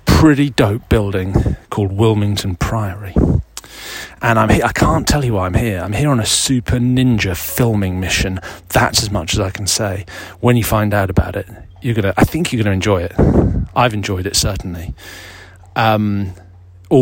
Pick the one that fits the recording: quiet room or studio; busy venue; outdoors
outdoors